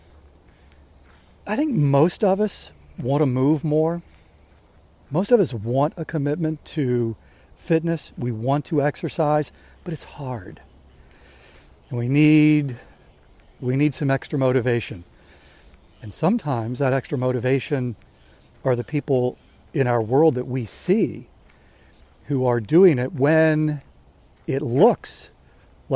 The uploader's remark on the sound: waits for the rain to start while he's walking